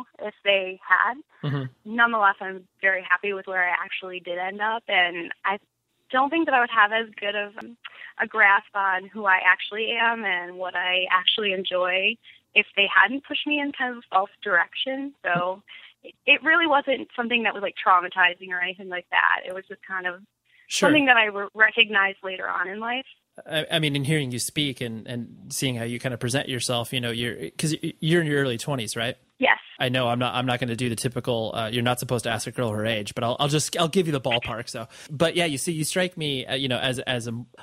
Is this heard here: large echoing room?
no